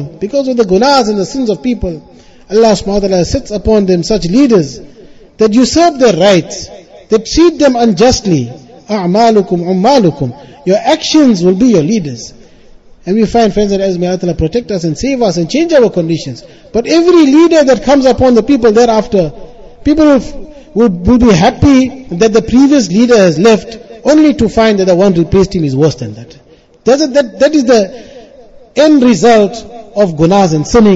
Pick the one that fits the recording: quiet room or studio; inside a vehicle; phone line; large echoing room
large echoing room